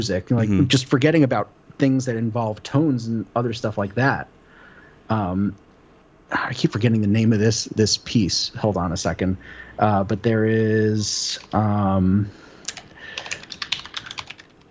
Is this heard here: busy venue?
no